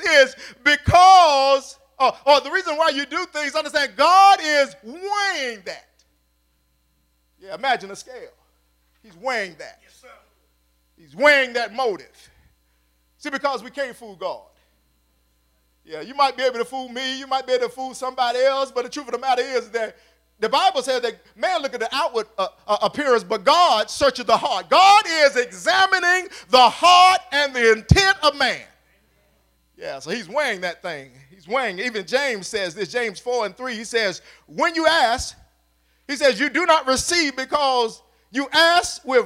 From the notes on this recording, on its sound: at Faith City Church in Clayton NC on Sunday, January 19, 2020.